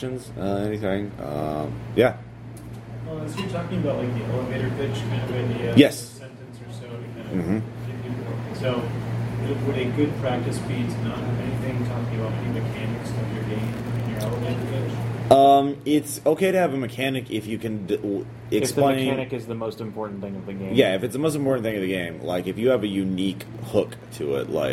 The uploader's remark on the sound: Indie Design the Chicken Salad Way at Gen Con 2015.